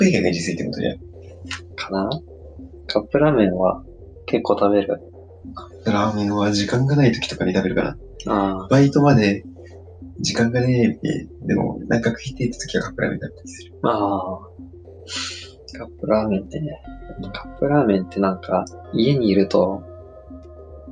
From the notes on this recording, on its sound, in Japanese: 音質が悪いかもしれないです、試行錯誤中です。